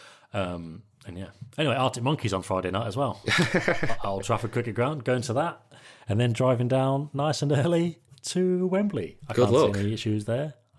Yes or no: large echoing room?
no